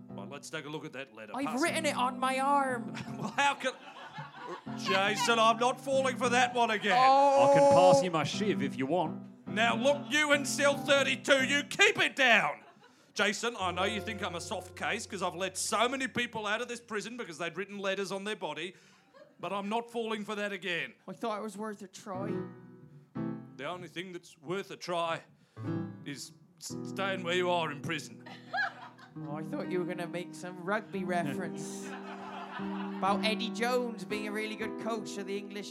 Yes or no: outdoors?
no